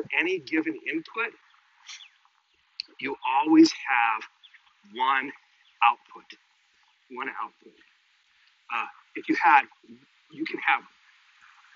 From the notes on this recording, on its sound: It was recorded while I was walking. Apologies for sound quality.